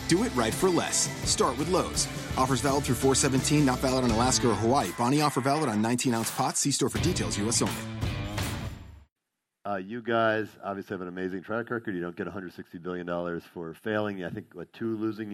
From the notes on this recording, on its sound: A chat recorded at the Forbes 30 Under 30 summit in 2017.